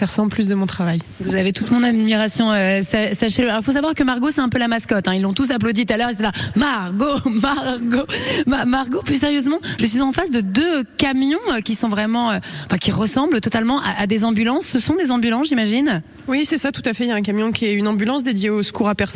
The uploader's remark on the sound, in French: en direct de la caserne des pompiers de Tourlaville